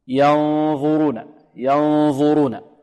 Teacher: هنا النون في حالة الإخفاء تتأثر بما بعدها، تتأثر بما بعدها، فيكون طرف اللسان على أطراف الثنايا العليا في حالة الغنة، لأن الظاء تخرج كما ذكرنا وهي أخت الذال وماذا والثاء.